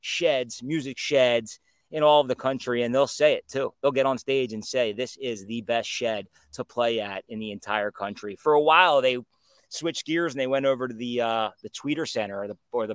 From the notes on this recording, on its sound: Coming to you live from outside